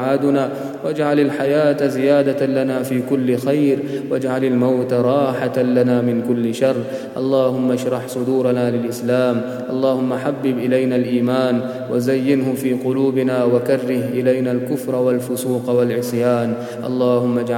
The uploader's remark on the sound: Qiyam-ul-layl. At the Houghton Masjid (West Street).